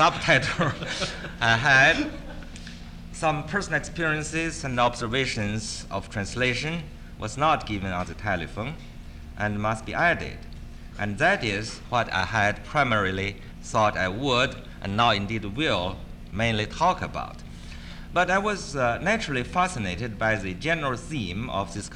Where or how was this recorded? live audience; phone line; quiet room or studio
live audience